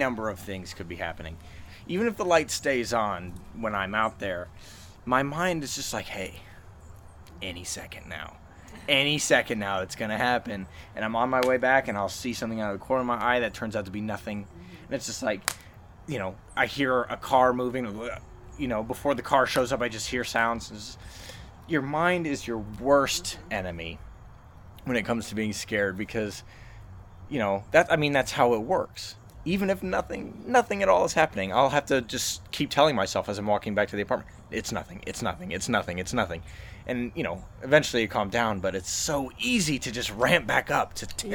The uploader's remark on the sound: here is a special bonus episode, recorded around a campfire.